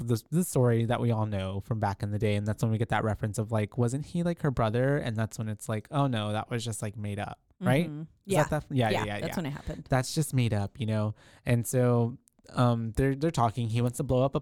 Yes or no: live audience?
no